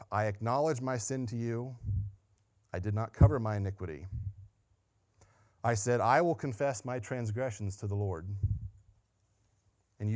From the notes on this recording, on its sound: Sunday Morning Sermon Audio